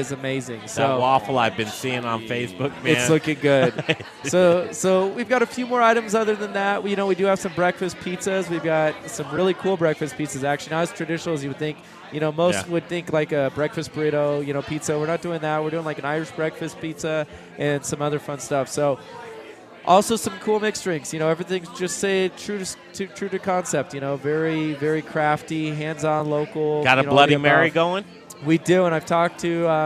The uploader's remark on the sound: Live from Intrepid Sojourner Beer Project for their one year anniversary party!